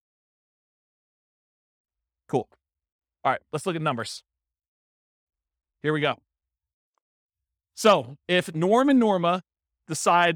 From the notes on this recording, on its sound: This was a live class recorded